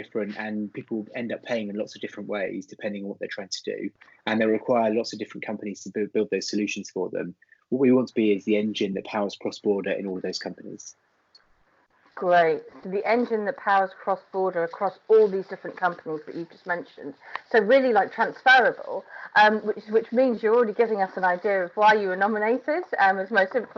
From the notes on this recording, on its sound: is joined on Skype